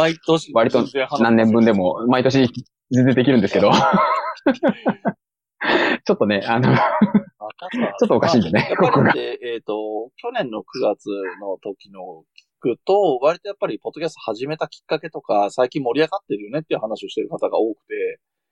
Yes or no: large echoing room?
no